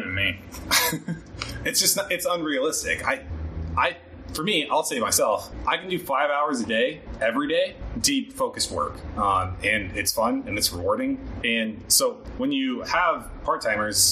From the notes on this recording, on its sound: In this episode, we host our first-ever recording in person while on our trip to Colombia! With that in mind, we did want to let you know the audio quality isn't great.